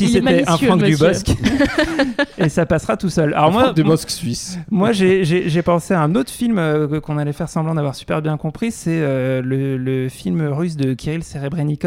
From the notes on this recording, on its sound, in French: En direct de la Quinzaine des réalisateurs. À La Malmaison (Cannes).